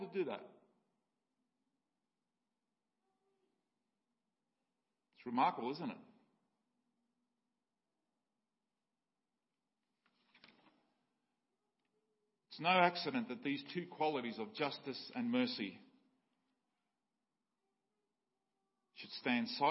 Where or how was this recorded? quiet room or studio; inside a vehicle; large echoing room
large echoing room